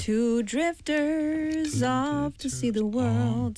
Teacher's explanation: S 하고 O 붙어서 너무 편안하게 나오는 거예요.